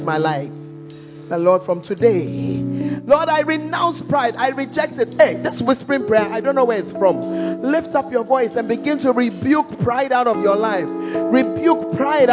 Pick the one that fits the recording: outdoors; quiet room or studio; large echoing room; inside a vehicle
large echoing room